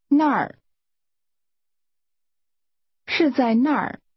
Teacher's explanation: 那儿 is pronounced with a falling tone.